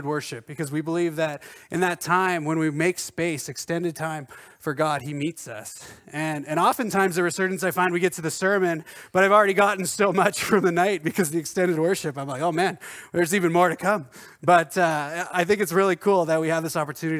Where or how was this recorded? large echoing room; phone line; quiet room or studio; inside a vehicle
large echoing room